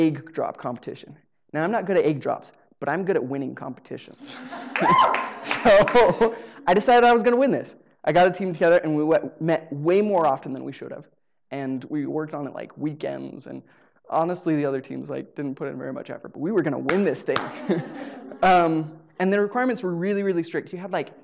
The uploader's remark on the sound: Live Storytelling Show. The recording quality is not super great, but at least it's a taste of being at the live show.